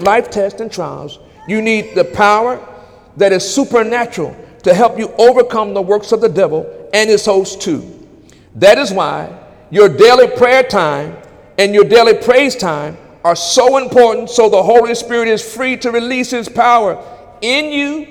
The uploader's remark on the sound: During Wednesday night service on November 8, 2017